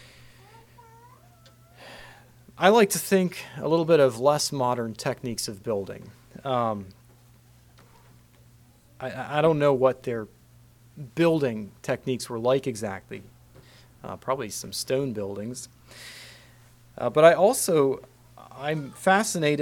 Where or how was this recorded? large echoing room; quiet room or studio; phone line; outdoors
large echoing room